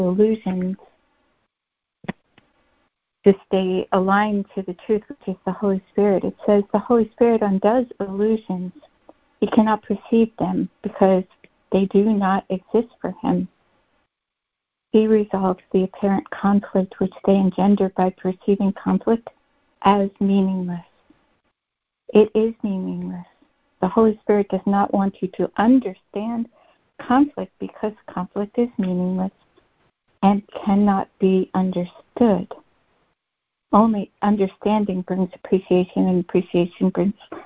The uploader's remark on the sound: ACIM Daily Conference Call.